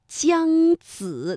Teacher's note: 舌尖要向前平伸，抵住上齿背，然后气流啊从窄缝当中挤出发声 · 舌尖要抵住下门齿，舌面要紧贴硬腭，气流冲出发声